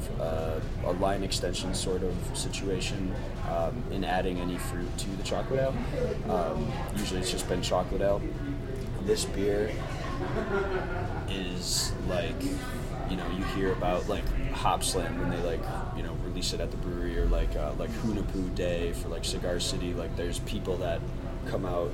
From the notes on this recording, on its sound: on location at The District, a Denver bar that slings bad ass brew and makes some killer food